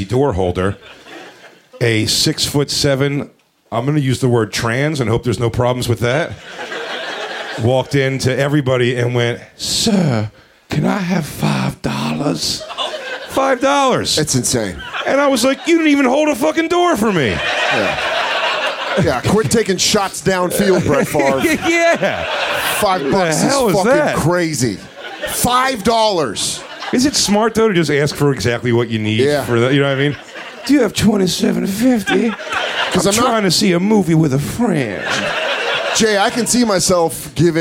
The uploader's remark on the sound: Live before a frenzied Village Underground crowd in NYC.